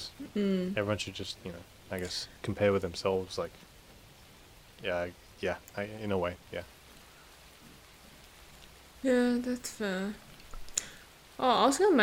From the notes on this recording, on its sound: enjoy the sound of the rain in the background